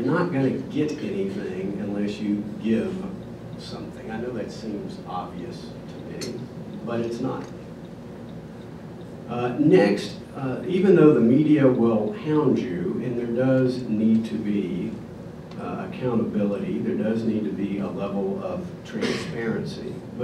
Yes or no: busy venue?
yes